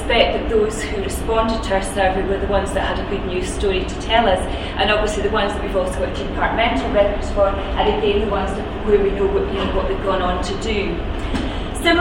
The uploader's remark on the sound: Speaks at SRHE Employability, Enterprise and Work-based Learning Network Event - Postgraduate study and employability.